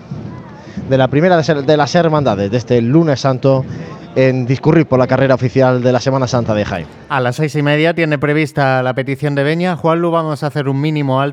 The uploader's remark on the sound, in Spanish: Retransmisión en directo del Lunes Santo en Jaén en el año 2023.